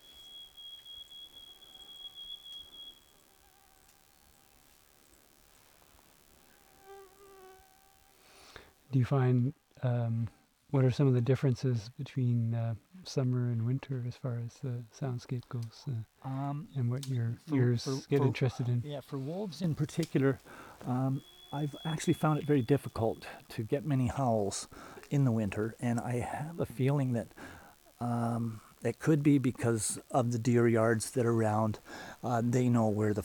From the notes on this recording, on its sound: In the second half we go on a walk. Making Waves is a monthly radio program produced by New Adventures in Sound Art for WGXC Wave Farm.